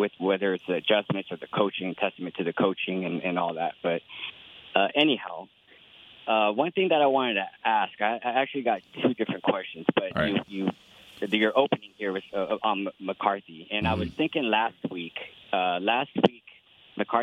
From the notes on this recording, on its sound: The fans called